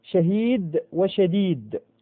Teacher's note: شهيد وشديد، إذن الهاء والدال وهما في وسط اللفظ. الهاء حرف كما ذكرنا حلقي، والدال حرف لساني.